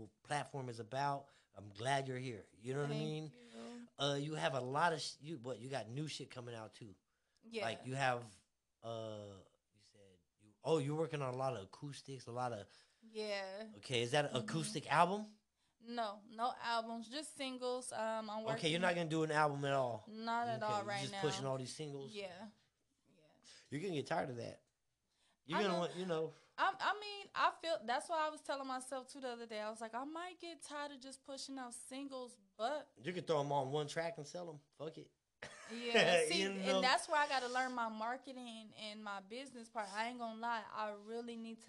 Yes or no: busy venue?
no